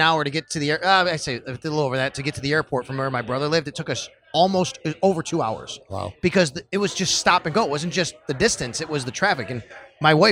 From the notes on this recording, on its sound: Taped at Sports City Pizza Pub on the west side. Arguably his favorite all-around bar in Western New York.